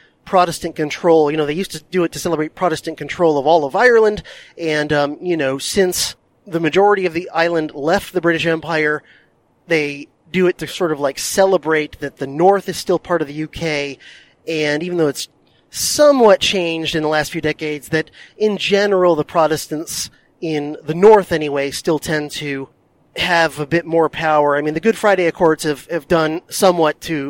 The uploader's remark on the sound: recorded this DHP Bonus Episode during one of his long drives